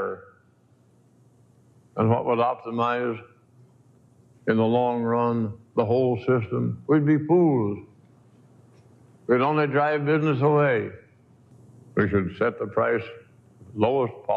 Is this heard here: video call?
no